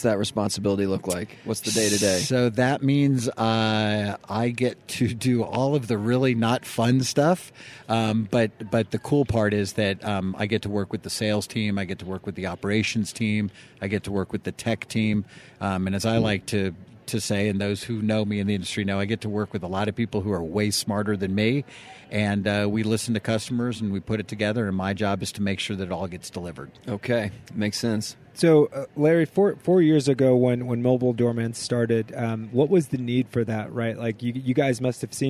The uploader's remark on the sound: This week’s episode of The Bridge is coming at you live from the National Apartment Association in Denver!